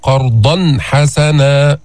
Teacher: أتينا بالإظهار، إظهار التنوين عند الحاء